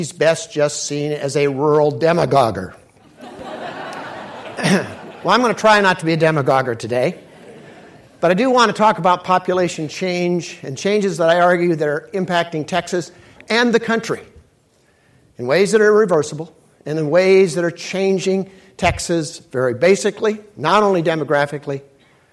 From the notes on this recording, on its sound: keynote speech of The Texas Tribune Festival